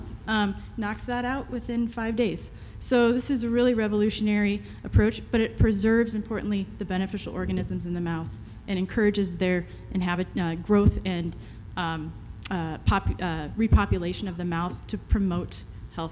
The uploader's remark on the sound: BARK YOUR BIZ Live at Global Pet Expo.